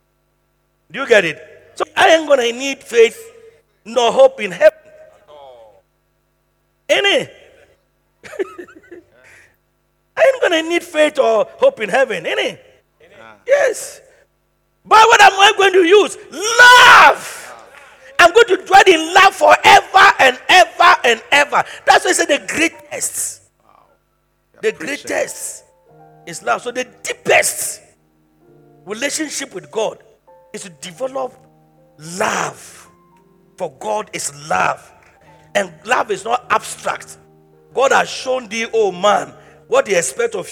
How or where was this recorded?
large echoing room